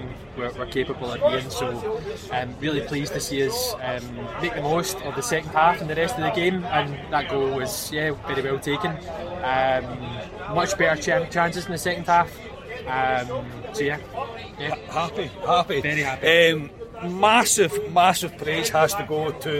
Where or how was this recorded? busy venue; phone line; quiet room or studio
busy venue